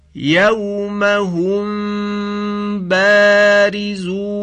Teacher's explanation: هر دو حرف میم و با به وسیله لبها تلفظ می شوند، به وسیله لب تلفظ می شوند که عرب به لب می گوید شفا. · Term: اخفای شفوی